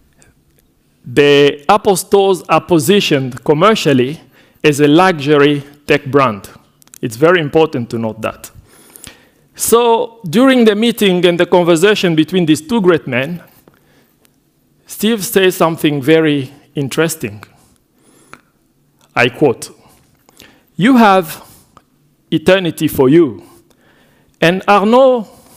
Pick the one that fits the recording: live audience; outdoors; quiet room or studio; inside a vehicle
live audience